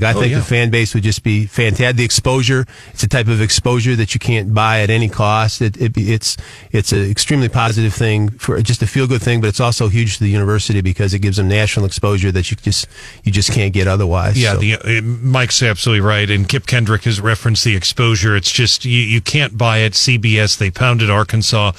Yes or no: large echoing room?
no